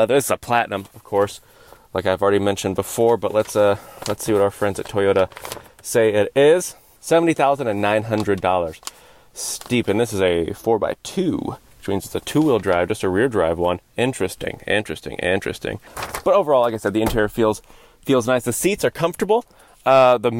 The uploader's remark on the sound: taking you along on a live drive review